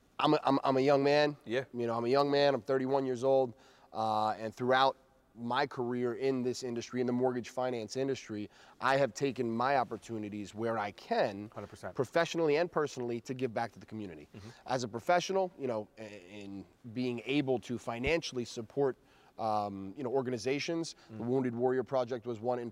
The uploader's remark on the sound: LIVE FROM THE COLOSSEUM. We're live from The Nassau Colosseum home to the Long Island Nets.